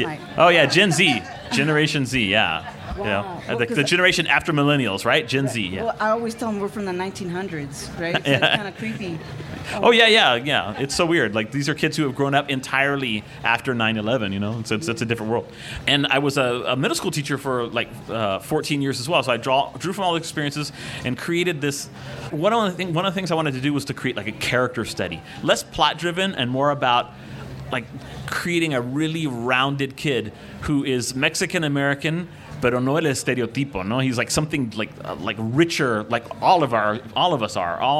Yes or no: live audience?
yes